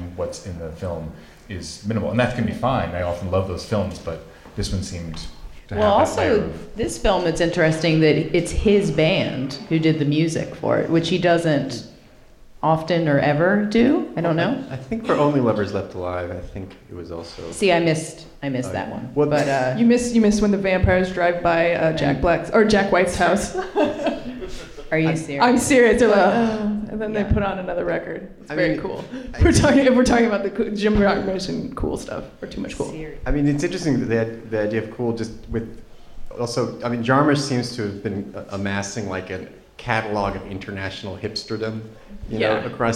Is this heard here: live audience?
yes